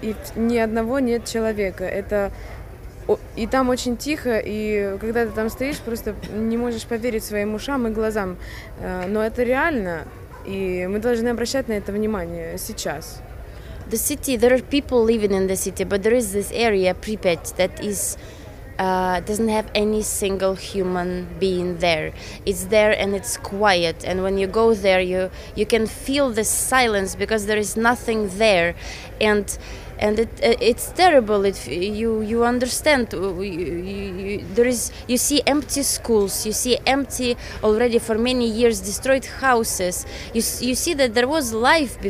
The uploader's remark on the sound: ESC Radio live from Oslo